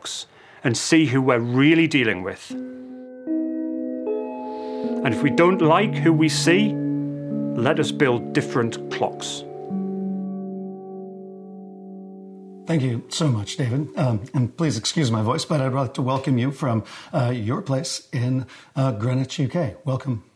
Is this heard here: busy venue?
no